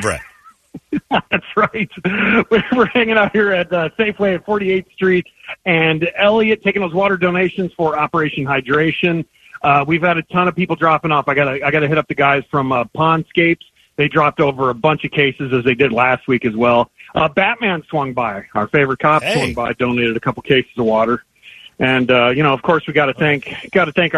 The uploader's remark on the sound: Call In From Safeway